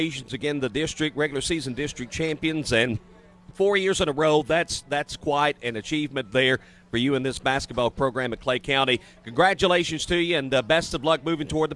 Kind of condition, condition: setting, busy venue